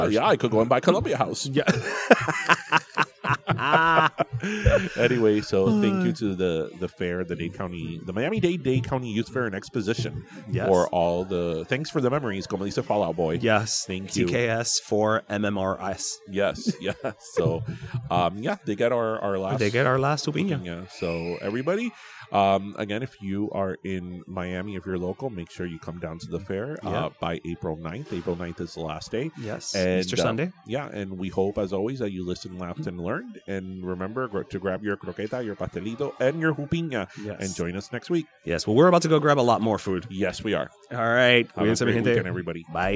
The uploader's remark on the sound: Live from The (Youth) Fair!